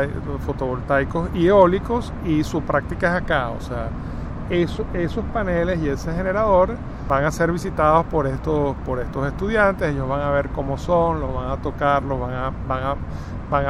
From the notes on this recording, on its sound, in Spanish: Techo verde de la Universidad Católica Andrés Bello (UCAB), ubicada en Caracas, Venezuela. Desde ese techo ubicado en el edificio de postgrado hacemos una serie de preguntas.